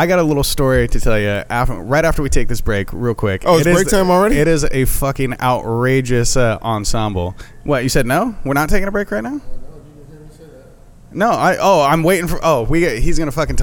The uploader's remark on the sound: We go live at The Groaning Board Pub and dive into the menu so hard it almost derailed the show!!!